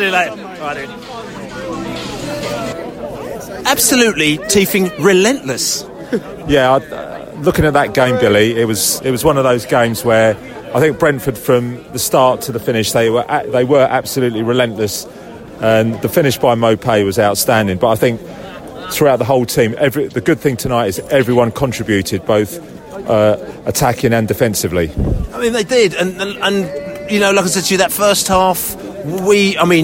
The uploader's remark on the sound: post-match podcast from the pub